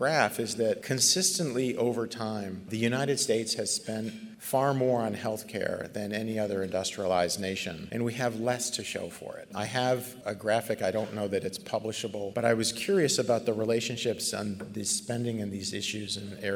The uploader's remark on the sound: This special podcast was recorded live at the 2019 Chronic Disease Academy.